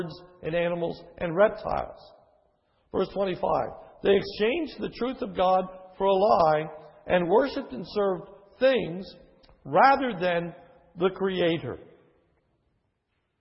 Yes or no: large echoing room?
yes